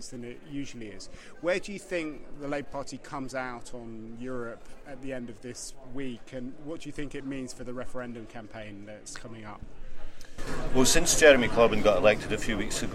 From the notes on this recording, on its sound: at the annual Labour conference